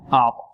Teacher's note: نرق الهمزة والعين وفخم الطاء